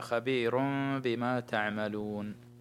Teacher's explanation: تنوين أتى بعده حرف الباء، فالحكم إقلاب